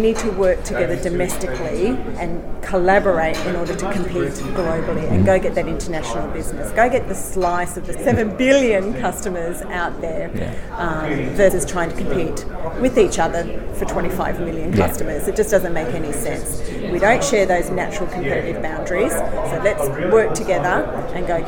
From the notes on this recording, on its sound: In this bonus episode we bring you live coverage from the 'Manufacturing Matters' breakfast, an initiative by the Australian Manufacturing Growth Centre - AMGC.